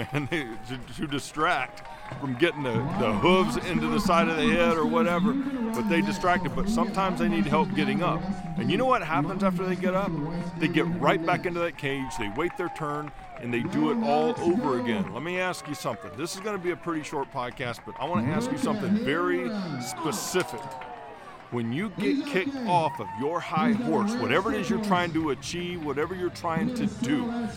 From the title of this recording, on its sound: LIVE at The Helix Rodeo (On Location)